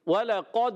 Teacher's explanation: دال ساکن ہے، قلقلہ ہوگا، آواز لوٹ کر آئے گی۔